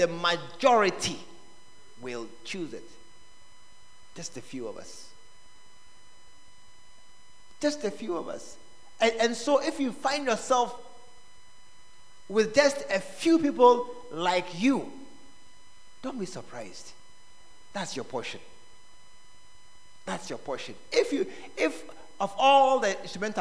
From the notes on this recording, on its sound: Preached At The Art Of Evangelism Conference.